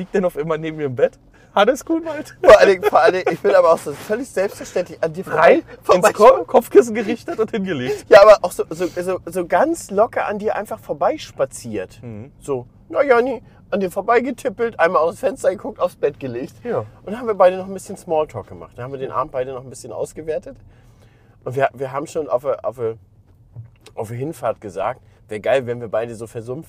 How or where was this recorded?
inside a vehicle